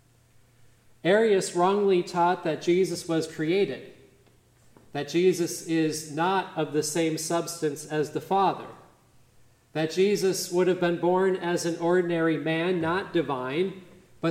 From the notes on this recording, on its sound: midweek Advent service on December 6, 2023 at Grace Evangelical Lutheran Church, Lexington, MO